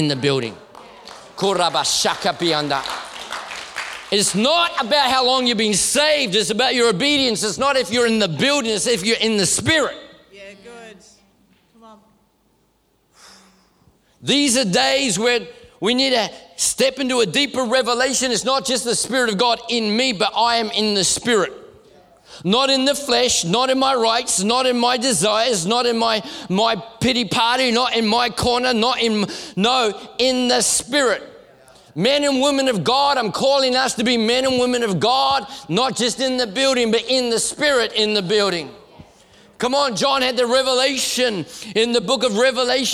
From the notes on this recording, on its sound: This message was recorded at Neuma Melbourne South in May, 2023.